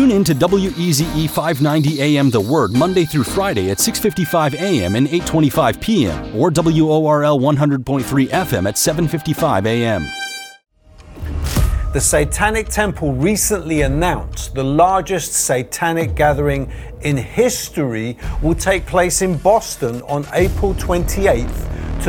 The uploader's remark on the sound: preaching at a Church in Thailand